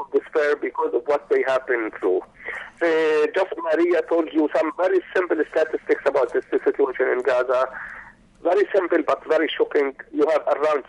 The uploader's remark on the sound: on the phone from Gaza, even as an Israeli military strike is in progress.